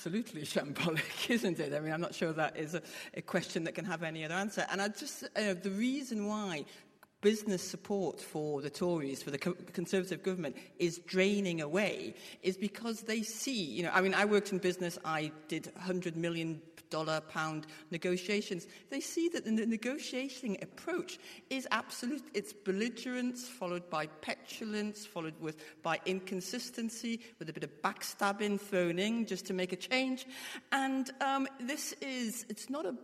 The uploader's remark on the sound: political debate from Wellington Church, Glasgow